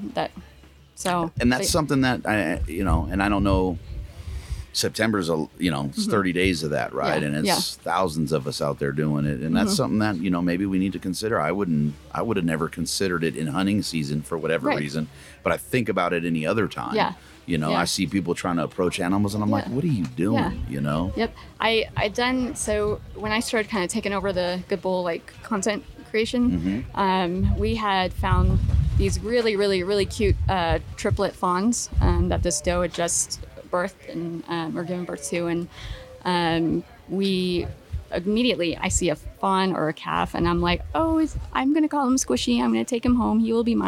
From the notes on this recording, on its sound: Live from Mountain Archery Fest.